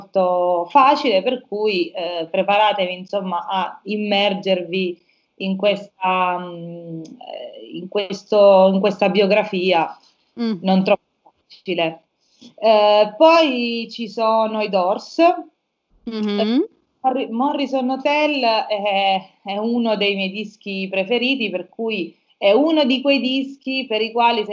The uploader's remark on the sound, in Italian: "Pronto, Quarantena" sarà una raccolta di chiacchierate al telefono registrate con alcune persone speciali.